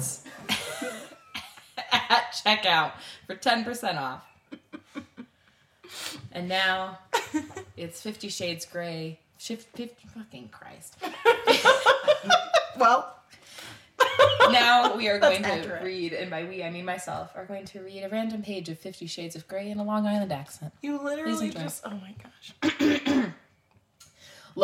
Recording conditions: poor microphone